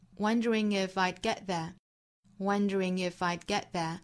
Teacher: I'd get there 里面包含的 d 的发音和 t 的发音都憋掉不爆破